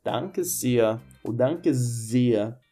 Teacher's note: O som do R após o E tem um som de A